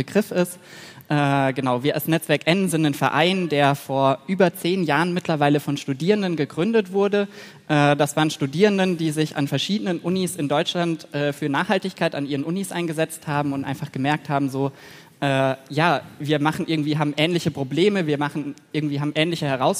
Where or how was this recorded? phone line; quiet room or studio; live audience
live audience